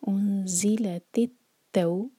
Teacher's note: تا کو تا سے جوڑیں گے اور تا کو اسٹرانگ کریں گے